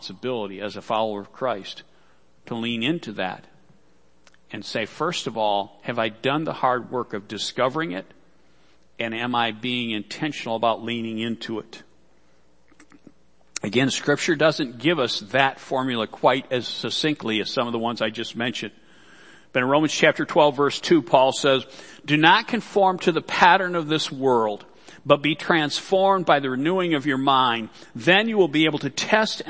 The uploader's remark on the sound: Worship Service - Audio.